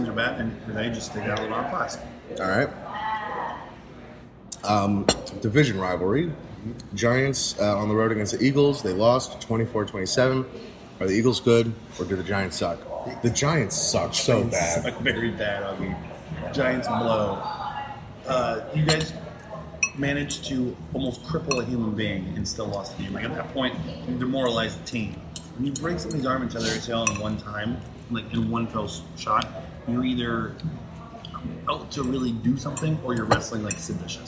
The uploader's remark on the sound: LIVE from Brunch!